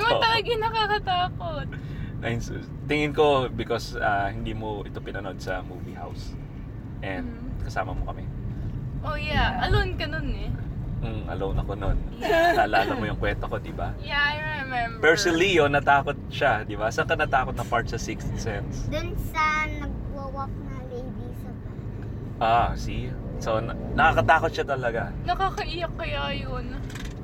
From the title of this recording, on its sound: Podcasting In My Car With My Family